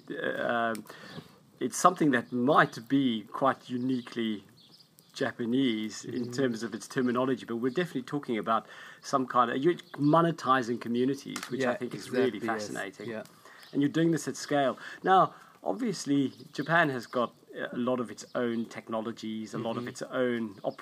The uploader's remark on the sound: if you hear any noises in the background that is just the fire crackling!